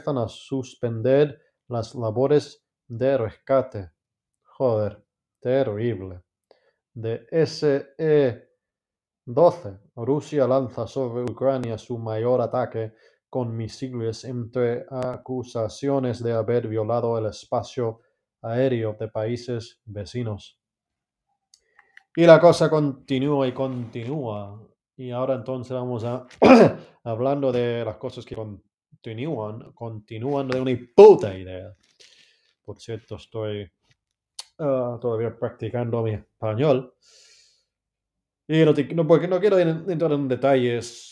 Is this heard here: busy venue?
no